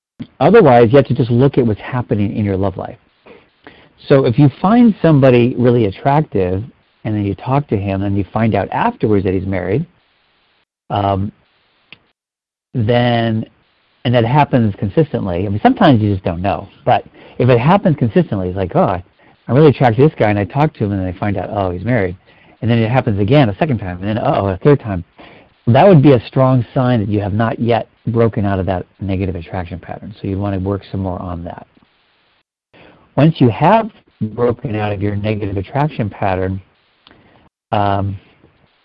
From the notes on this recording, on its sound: Finding Love Live Q&A Calls.